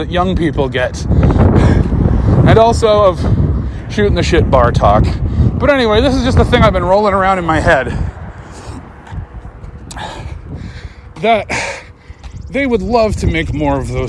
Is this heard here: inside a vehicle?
yes